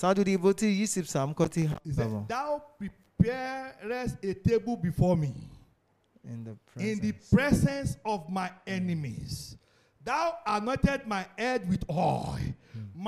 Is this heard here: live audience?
yes